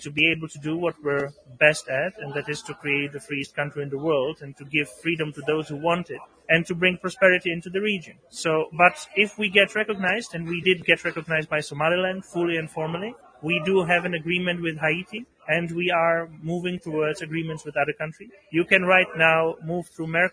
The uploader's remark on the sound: LIVE from MoneroKon23 in Paralelni Polis, Prague!